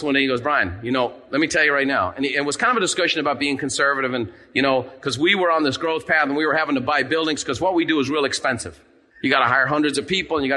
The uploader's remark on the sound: In this episode, recorded live at the Buffini & Company MasterMind Summit.